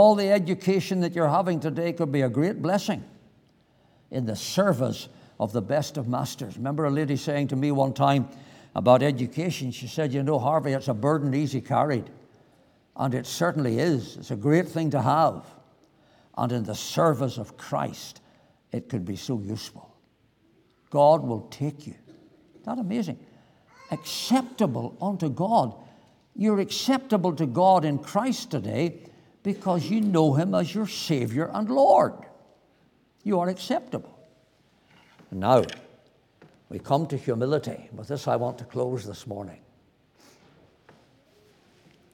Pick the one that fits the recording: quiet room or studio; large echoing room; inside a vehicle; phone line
large echoing room